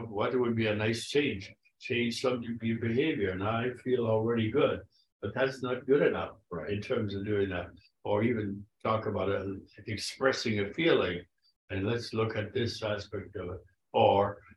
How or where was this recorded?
video call